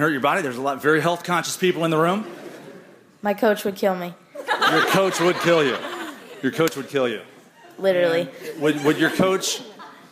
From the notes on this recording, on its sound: The show starts with a live studio audience at the University of Iowa.